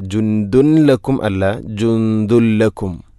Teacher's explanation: അതുപോലെ ദാലിൽ തൻവീനാണ്, ശേഷം ലാം, ഇദ്ഗാം ബിലാഗുന്ന, തൻവീനിനെ ലാമിലേക്ക് കൂട്ടിലയിപ്പിക്കണം. അപ്പോൾ നൂനിൻ്റെ ശബ്ദം കേൾക്കൂല, ജുന്ദുൻ എന്ന ശബ്ദമില്ല.